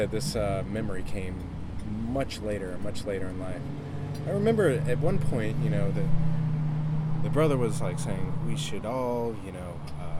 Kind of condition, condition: setting, outdoors